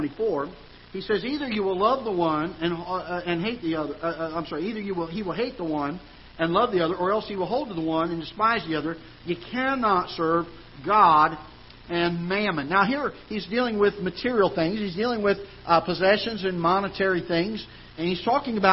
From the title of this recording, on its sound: Ketha Heights Baptist Church ~ Live Broadcast